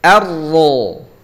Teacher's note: Hamzah wasolnya tetap tipis. A begitu masuk ro baru tebal.